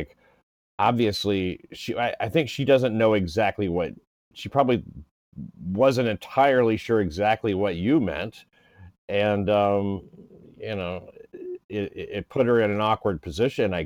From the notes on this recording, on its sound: You can listen in as we talk it out during a recent phone call.